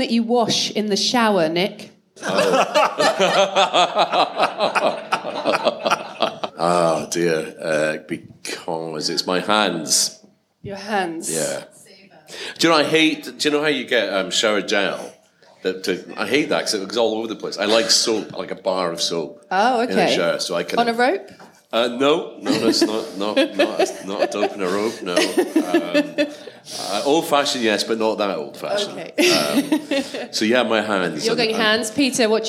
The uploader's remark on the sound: Live at The Gannet in Glasgow. Along with a live audience. Questions from the audience.